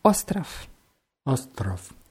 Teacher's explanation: Ja, wird mit zwei O's geschrieben und mit W am Ende, aber dieses W wird wie F eher ausgesprochen